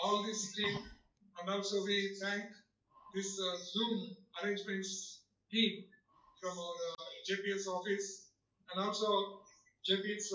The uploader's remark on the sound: Zoom Session